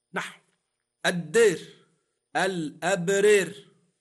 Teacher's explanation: لاحظ أن كلمة الدار نطقتها بالإمالة